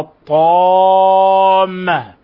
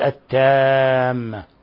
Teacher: فلا بد من بيان الإطباق والاستعلاء في الطاء، وذلك بتفخيمها، وإلا انقلبت تاء أي حرفا مرققا مستفلا، وهذا لحن جلي وتغيير لصفات الحروف. فإذا قلنا الطامة ولم نبين ما فيها من إطباق واستعلاء انقلبت التامة